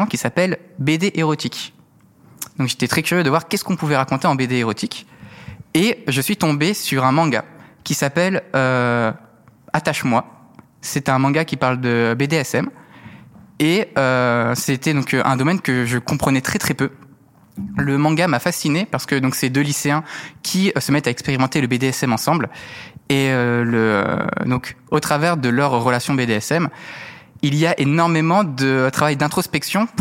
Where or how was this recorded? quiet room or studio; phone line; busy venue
busy venue